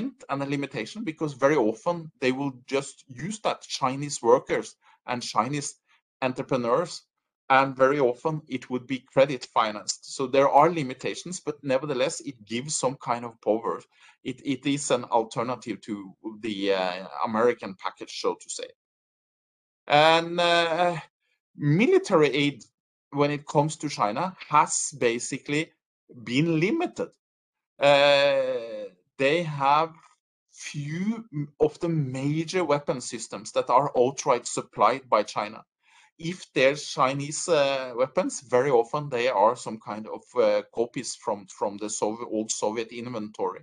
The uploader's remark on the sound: This virtual lecture